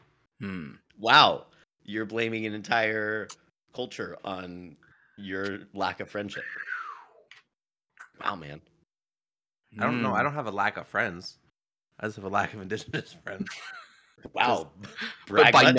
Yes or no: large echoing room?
no